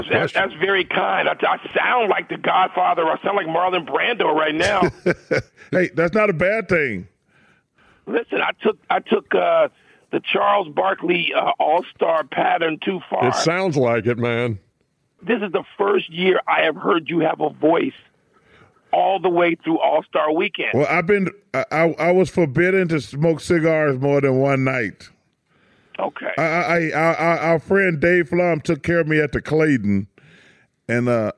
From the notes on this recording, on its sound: Calls.